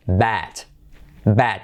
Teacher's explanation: es hacer la E abierta casi como una A